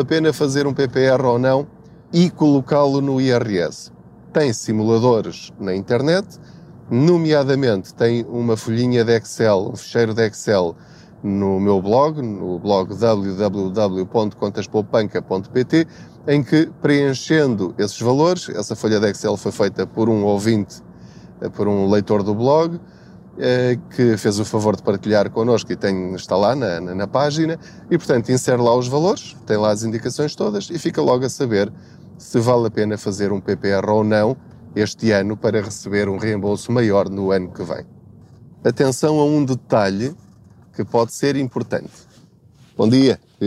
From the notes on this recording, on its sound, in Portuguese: Não ligue aos barulhos da viagem.